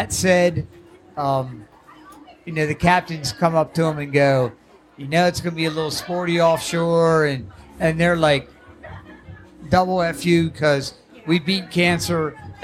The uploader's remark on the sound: live at the Poor Girls Open weigh in.